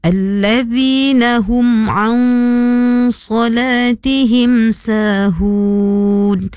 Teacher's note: Huruf nun nun sukun, nun mati bertemu dengan huruf sad iaitu ikhfa. Huruf nun mati itu disamarkan dengan dengung. Okey, baca dengung dua harokat.